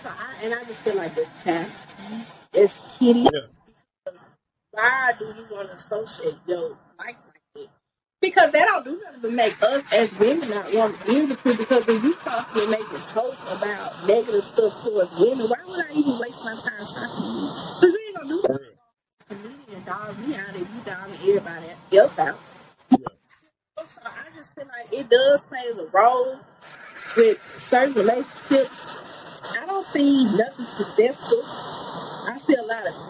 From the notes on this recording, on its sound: (Warning) technical issues with sound.